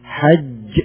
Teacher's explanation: لاحظوا الجيم وقفت، حج هذه شديدة